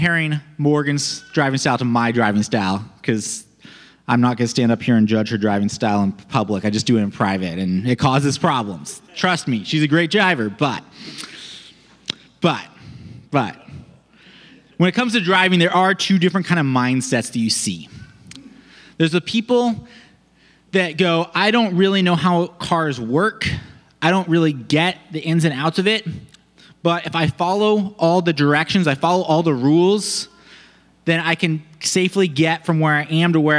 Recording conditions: large echoing room